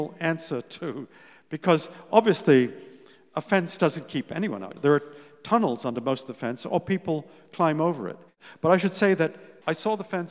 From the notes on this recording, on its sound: This time, live onstage. Live stage interview. At Town Hall Seattle.